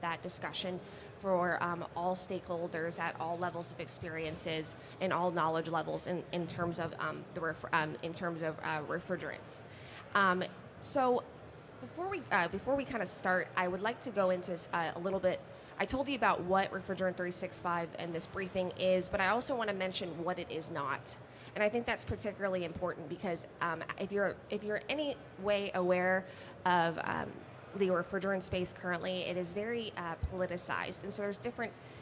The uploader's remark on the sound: Our Refrigerant Briefing for Winter 2023 event took place at the 2023 AHR Expo live from the Podcast Pavilion at the Georgia World Congress Center.